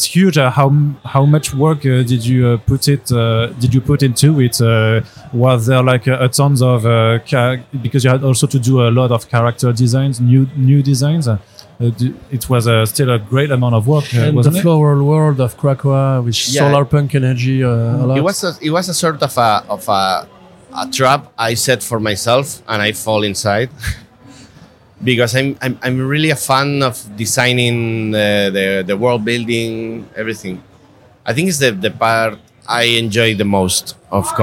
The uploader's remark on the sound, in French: Au cours du Paris Fan Festival qui se tenait au mois d'avril passé. Au cours du Paris Fan Festival qui se tenait au mois d'avril passé.